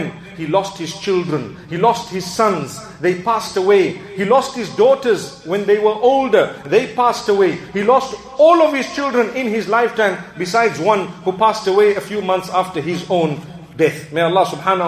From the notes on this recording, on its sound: Jumu&#8217;ah Lecture Masjid Ibaadur Rahmaan Uitenhage Eastern Cape